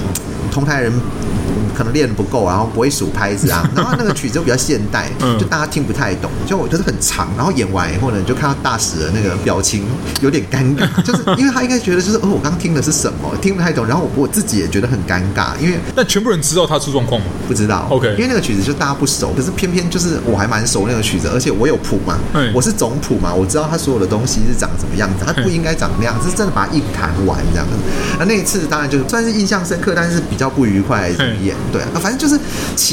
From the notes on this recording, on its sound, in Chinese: 本集白噪音指數：蚊風級 1/5。錄音地點： BUZZ Cafe & Beer。